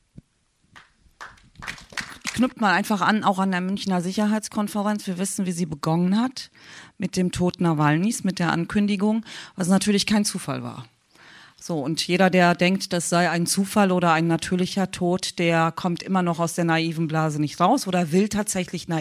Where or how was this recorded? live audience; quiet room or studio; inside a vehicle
live audience